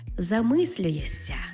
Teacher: Пишемо то ми «шся», тобто на письмі «замислюєшся», але вимовляємо «ся» · Term: асиміляцією приголосних